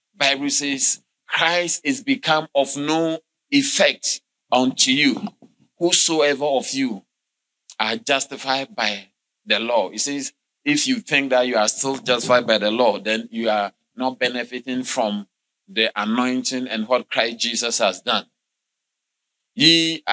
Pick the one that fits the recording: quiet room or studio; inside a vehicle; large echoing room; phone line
large echoing room